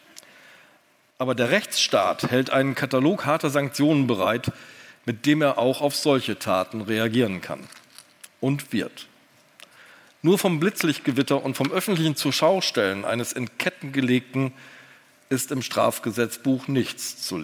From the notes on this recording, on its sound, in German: vor Livepublikum im Hamburger Schauspielhaus